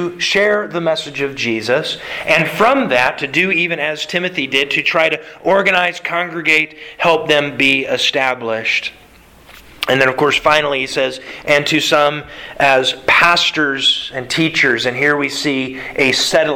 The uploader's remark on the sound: Sermon delivered to the Galena Bible Church Sunday September 5th, 2021.